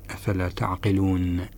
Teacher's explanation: النون هي ليست من حروف القلقلة التي تقطع النفس، وإنما لا ينقطع النفس بها حتى لو بقيت معلقة في المخرج